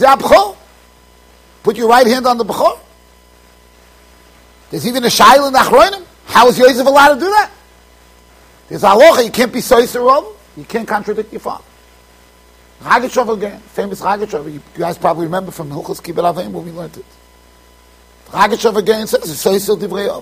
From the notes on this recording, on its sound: Shiur recorded in Yeshivas Ohr Reuven, Monsey NY.